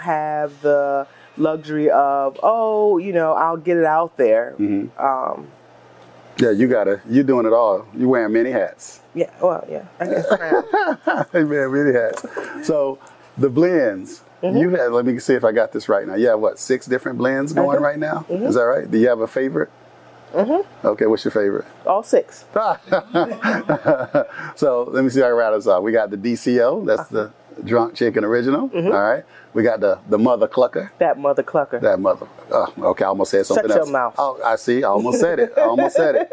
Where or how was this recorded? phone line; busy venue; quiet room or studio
busy venue